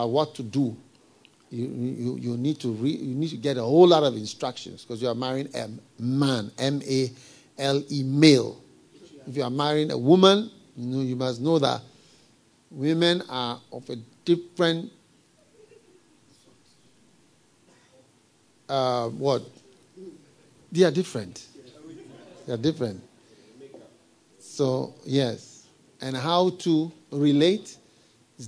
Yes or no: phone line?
no